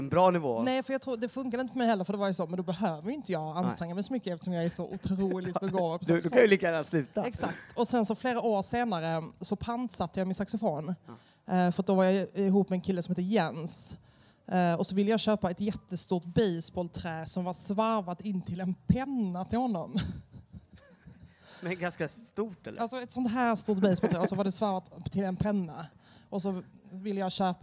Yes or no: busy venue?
yes